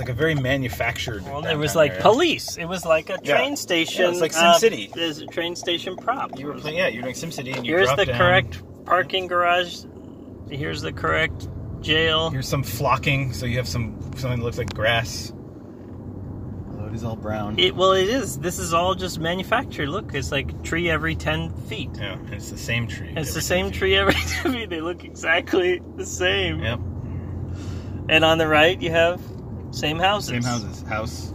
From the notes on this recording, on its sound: Driving south toward San Diego, trying not to lose our minds.